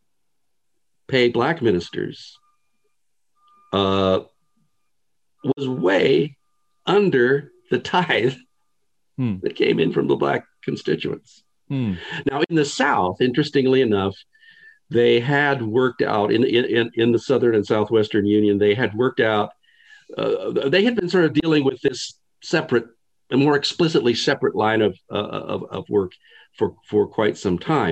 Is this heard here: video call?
yes